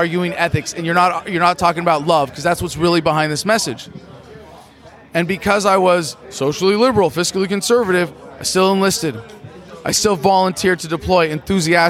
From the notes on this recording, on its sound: A compilation of interviews recorded at the Libertarian Party of California State Convention. Went to the convention and sat down to record a podcast after the LP POTUS candidate debates, and ended up conducting impromptu interviews.